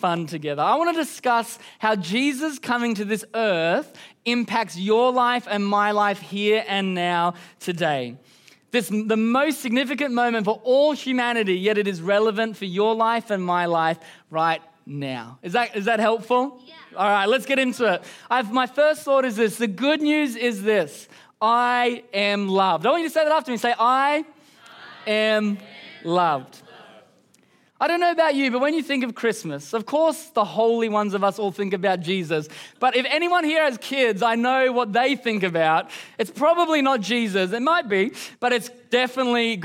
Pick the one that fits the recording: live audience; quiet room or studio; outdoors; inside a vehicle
live audience